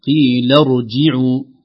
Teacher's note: تحقيق كسرة الجيم قبل الضمة